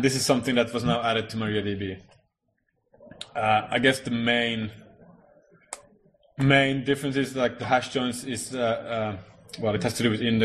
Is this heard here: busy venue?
yes